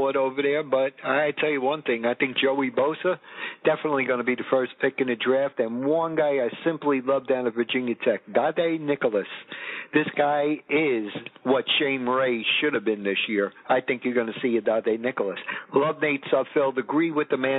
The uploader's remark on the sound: On the telephone. He doesn't have a computer or cell phone. Analog at it's finest.